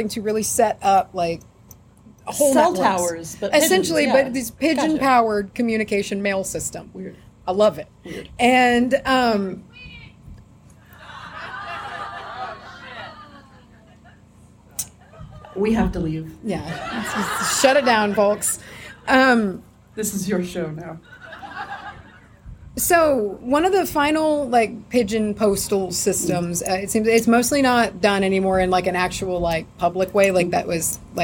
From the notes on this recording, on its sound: Pyromorphite and Pigeons LIVE at Anahata's Purpose '22. We're still on the road travelin' home from Pennsylvania, so we're releasing our live show from Anahata's Purpose!